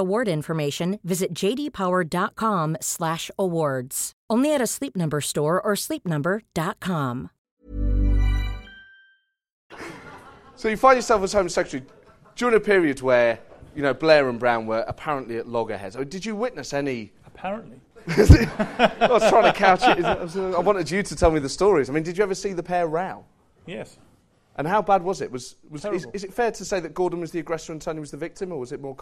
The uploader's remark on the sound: Recorded live at the St James Theatre.